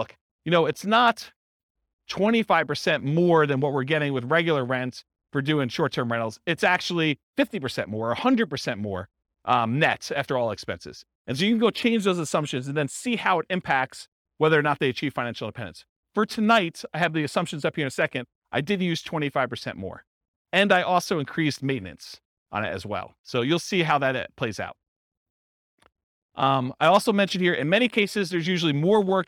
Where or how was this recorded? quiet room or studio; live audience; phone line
live audience